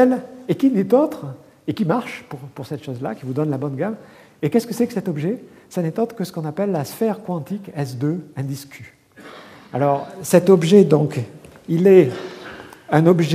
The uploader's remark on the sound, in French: Colloque de rentrée 2011 du Collège de France